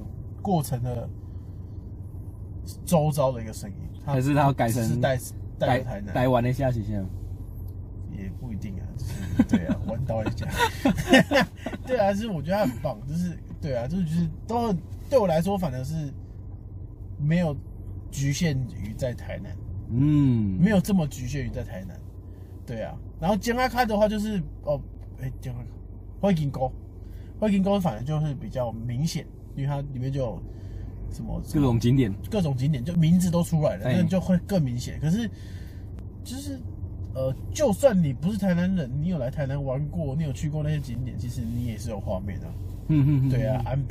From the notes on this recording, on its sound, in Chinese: 錄音地點：AM車上